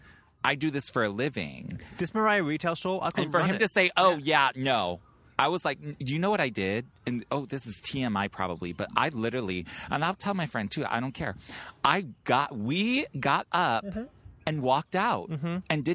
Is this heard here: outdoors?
yes